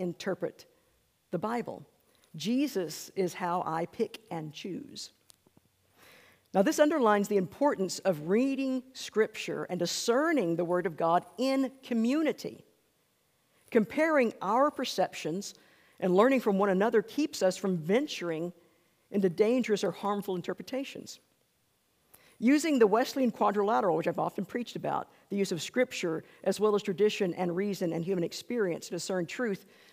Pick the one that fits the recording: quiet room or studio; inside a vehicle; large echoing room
large echoing room